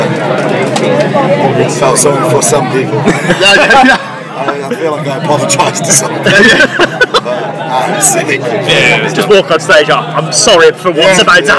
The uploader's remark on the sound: From our 'Live from 2000 Trees 2023' series